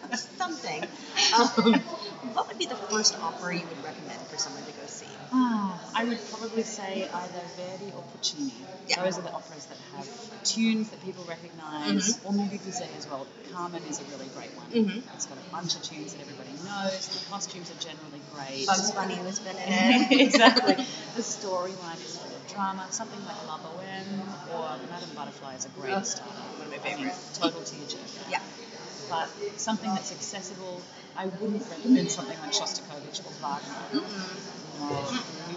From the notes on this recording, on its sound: Taped in the Opera Cafe, we discuss life as an opera singer in Vienna.